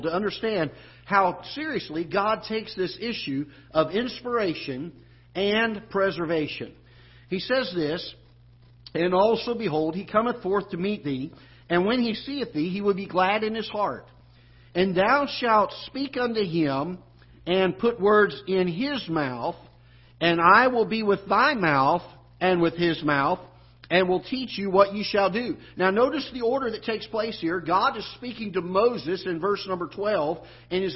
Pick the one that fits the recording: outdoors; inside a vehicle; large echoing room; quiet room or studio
large echoing room